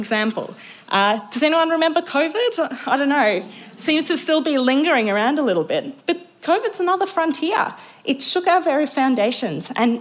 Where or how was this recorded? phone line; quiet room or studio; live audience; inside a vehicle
live audience